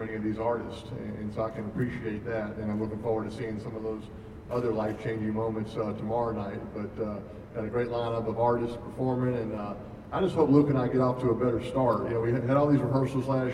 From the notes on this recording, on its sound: we attended an exclusive Press Conference